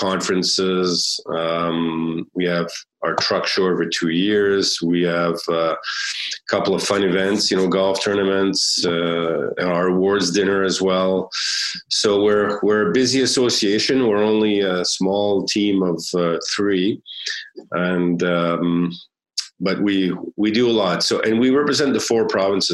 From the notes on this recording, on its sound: via Zoom for a conversation